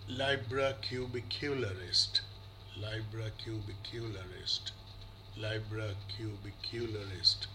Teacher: I've said this word three times using bight vowel, then the first vowel of about, then boot vowel, then bit vowel, and then the stressed boot vowel, then the first vowel of about again, and bit vowel.